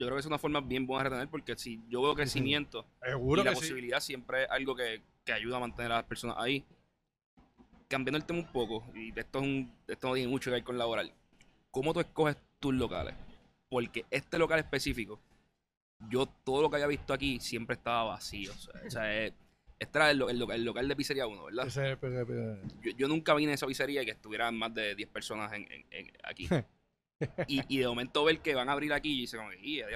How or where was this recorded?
busy venue